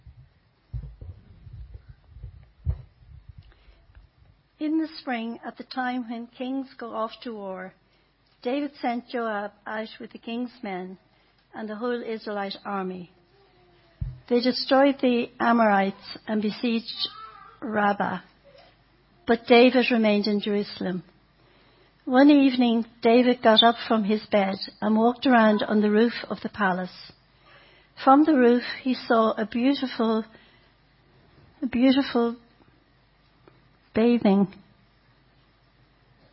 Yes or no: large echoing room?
yes